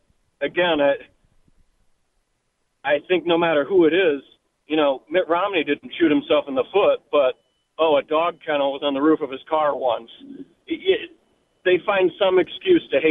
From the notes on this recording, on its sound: RANTS start us off during the 5pm hour, plus phone calls.